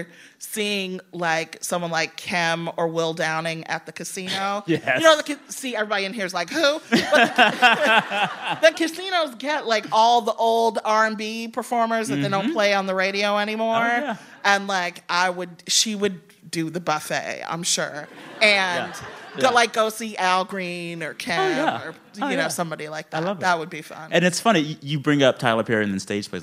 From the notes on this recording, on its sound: Live on stage at Chicago's Old Town School of Folk Music in partnership with WBEZ.